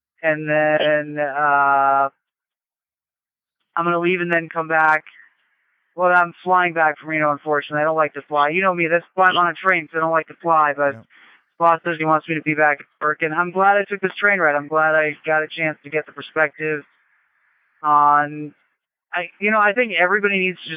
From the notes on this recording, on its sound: Nothing says dystopian future podcast like calling in from a Satellite phone while riding cross-country trains in the USA. As you'll hear in the first few seconds, sound quality was not the first priority on this very remote edition of SW2L. The IsatPhone2.